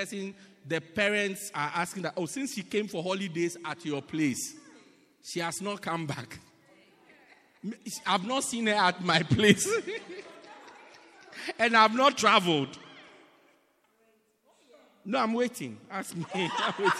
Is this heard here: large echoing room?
yes